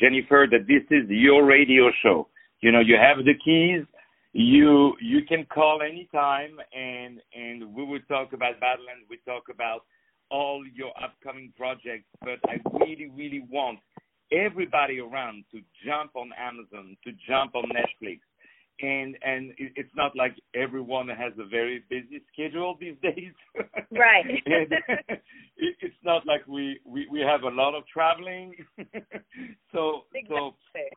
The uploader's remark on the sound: On the phone.